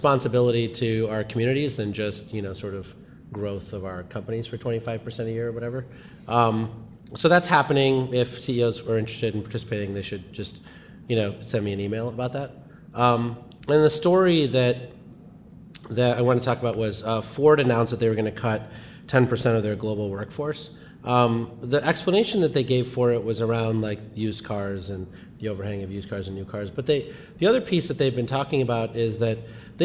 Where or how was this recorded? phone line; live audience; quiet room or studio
live audience